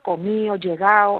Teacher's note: la pérdida de la D entre dos vocales en español